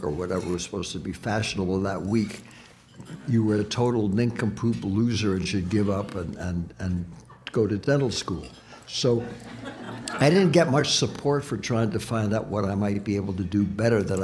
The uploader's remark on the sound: Recorded live at the Jazz Kitchen.